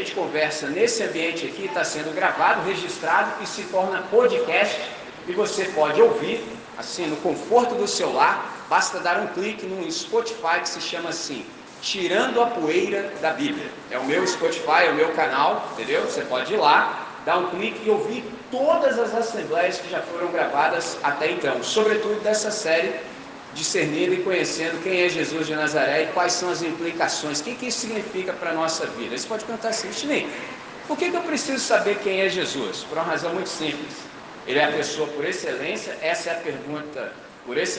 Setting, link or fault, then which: setting, live audience